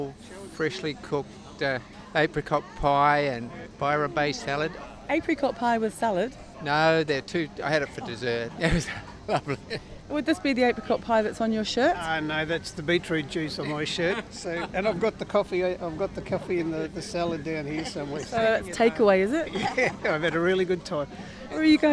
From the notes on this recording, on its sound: Live in the Shire. Community voices weave their way around bites of food and guzzles of juice to land in my microphone.